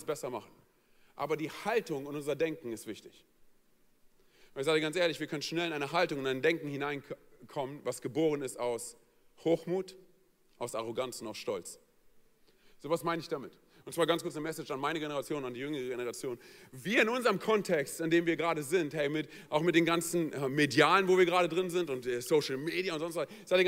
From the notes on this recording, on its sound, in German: aus unserem Gottesdienst am 21.